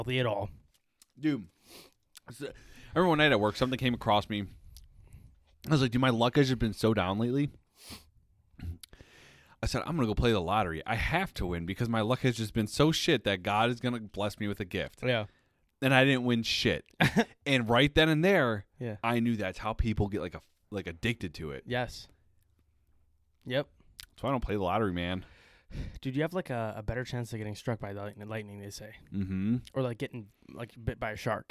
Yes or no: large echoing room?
no